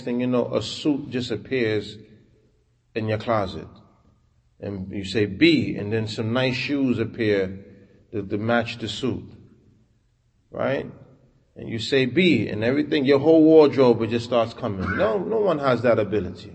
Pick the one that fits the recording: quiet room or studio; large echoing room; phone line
large echoing room